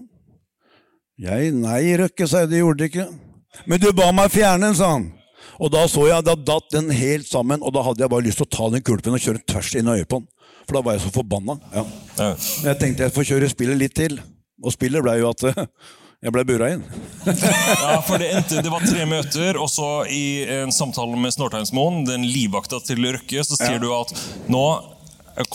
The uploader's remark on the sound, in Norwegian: Påskeshow Live fra Rockefeller Del 2